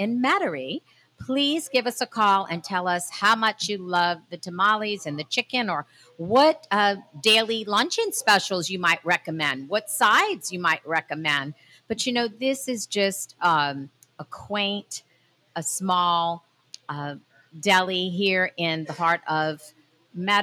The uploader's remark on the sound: Broadcast live from Guillory’s restaurant while trying some of Guillory’s delicious home cooked dishes and hot tamales!